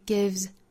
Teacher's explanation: give 后面加的这个 s 呢，应该是读浊音的，所以是 gives，很快过渡到后面的词了，所以这里面的 z 的音呢也很弱。gives you strength。好，我们再来看后面